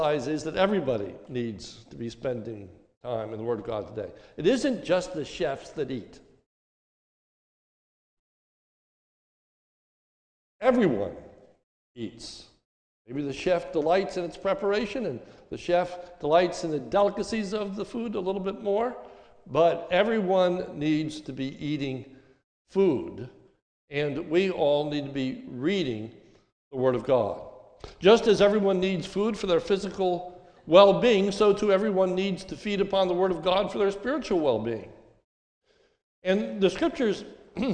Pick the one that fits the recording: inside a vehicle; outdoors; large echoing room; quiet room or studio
large echoing room